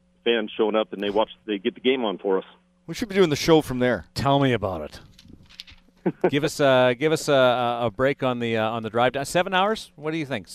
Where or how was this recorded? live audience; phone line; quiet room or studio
phone line